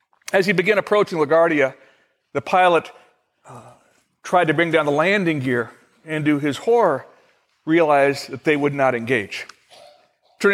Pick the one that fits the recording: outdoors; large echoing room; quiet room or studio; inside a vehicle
large echoing room